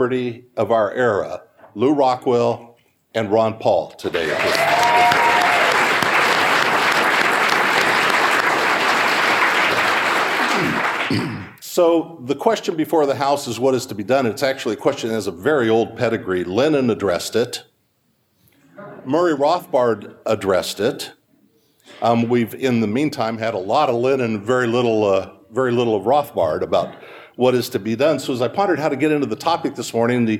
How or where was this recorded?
live audience